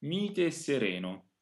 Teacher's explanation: It's possible to say only one single closed E, and then after that E there would be phrasal doubling, a slight double S. Through this we understand that there is another E there.